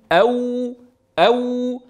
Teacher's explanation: تأمل حين تنطق واوا محققة لنية مثلا، فتقول أو ماذا تلحظ؟ تلحظ وكأن الشفتين يعني يوجد لهما أثر كبير في ضبط صوت الواو